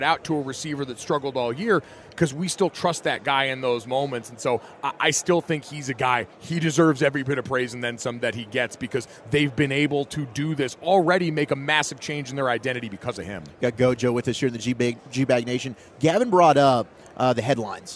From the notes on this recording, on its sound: Joins the Nation live from Super Bowl Radio Row.